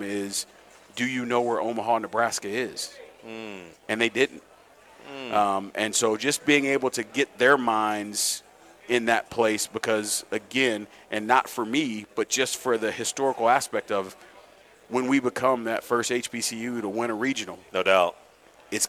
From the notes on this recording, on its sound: Live from the ABCA Convention in Dallas. From our podcast stage in Dallas, we worked to capture the energy.